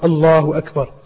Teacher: Similarly, it's not Allahu Akbar. It's lam is full mouth.